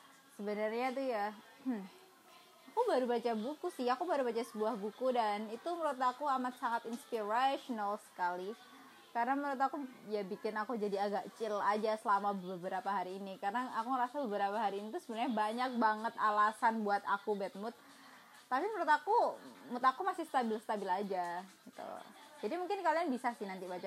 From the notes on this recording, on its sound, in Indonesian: Jangan salah fokus sama backsound.